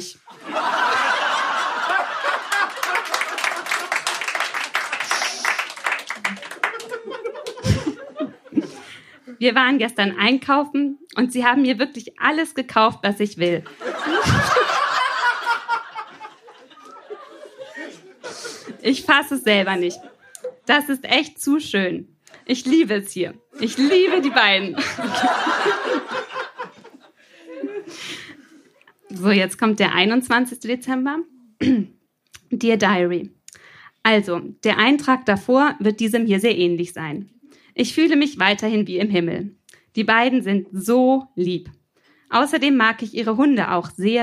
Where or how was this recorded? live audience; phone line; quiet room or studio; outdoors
live audience